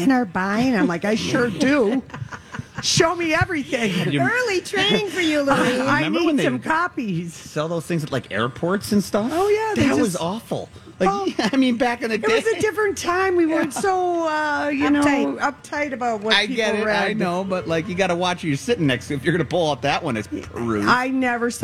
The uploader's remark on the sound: LIVE from the Minnesota State Fair